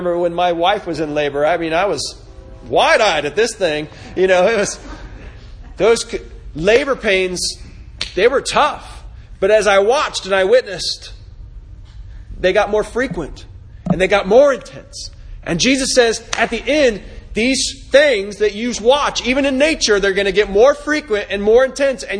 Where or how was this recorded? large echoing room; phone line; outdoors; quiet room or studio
large echoing room